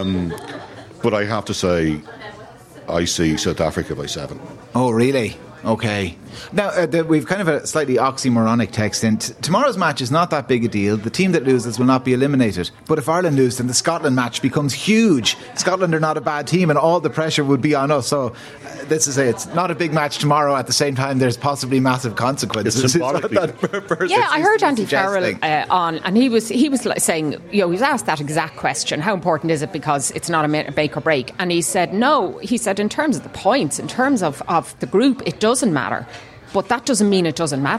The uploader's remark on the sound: The Hard Shoulder was LIVE from The Bridge 1859 in Ballsbridge ahead of the Rugby World Cup clash between Ireland and South Africa.